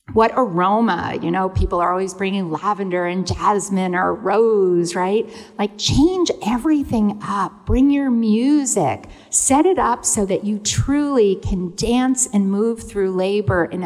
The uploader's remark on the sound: Live talks from the Sensing Woman 2022: A multisensory event that took place at C24 Gallery in Chelsea, New York City. Live talks from the Sensing Woman 2022: A multisensory event that took place at C24 Gallery in Chelsea, New York City.